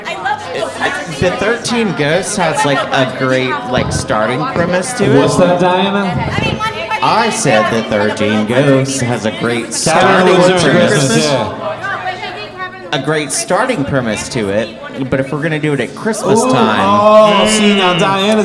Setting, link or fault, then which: setting, live audience